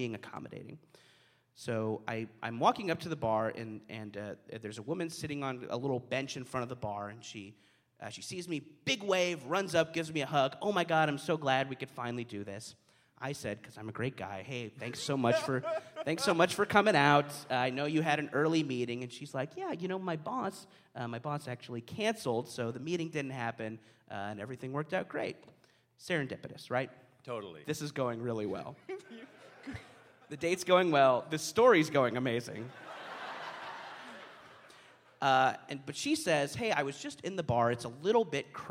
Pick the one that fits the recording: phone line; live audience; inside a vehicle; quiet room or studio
live audience